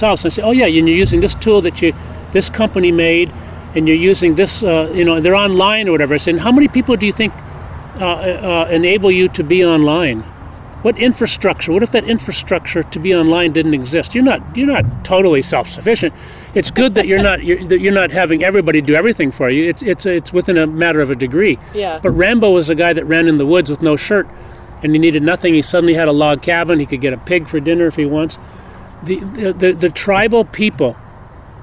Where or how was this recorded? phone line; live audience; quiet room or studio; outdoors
outdoors